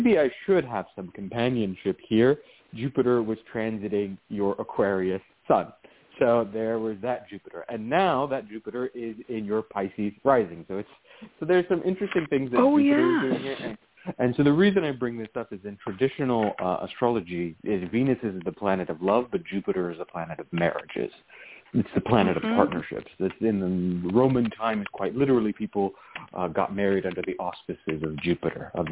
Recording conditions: phone line